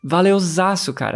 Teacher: we add an extra Z sound and say valeuzaço instead of valeuaço